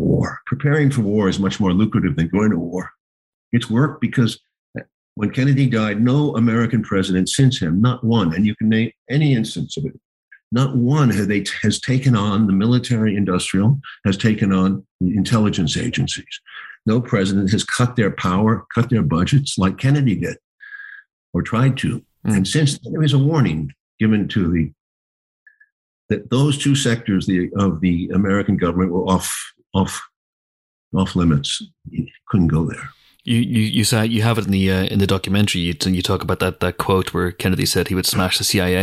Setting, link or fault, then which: link, video call